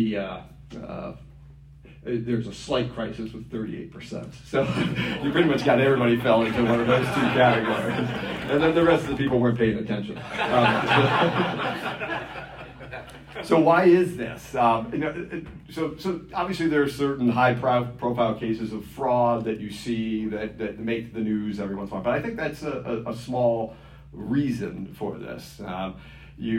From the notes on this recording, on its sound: This lecture was given on July 15th, 2023, at the "Thomistic Philosophy & Natural Science Symposium" at the Dominican House of Studies.